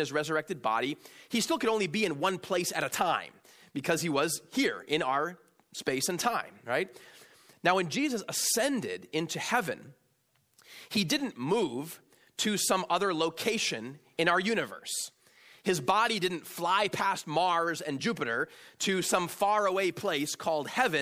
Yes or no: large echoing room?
yes